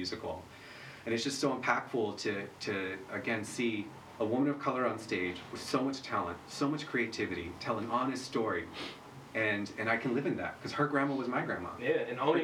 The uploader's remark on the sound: Please excuse the minor technical difficulties during this episode